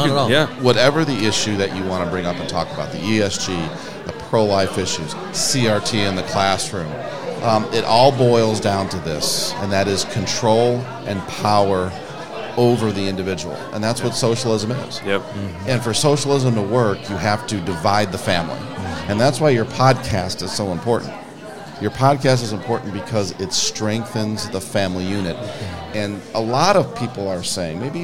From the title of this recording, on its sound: Live from the Lincoln Day